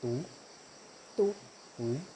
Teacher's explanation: It's going up, the tone's going up.